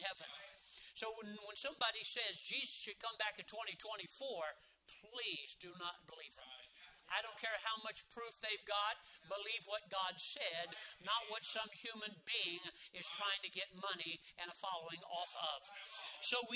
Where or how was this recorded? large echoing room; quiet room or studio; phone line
large echoing room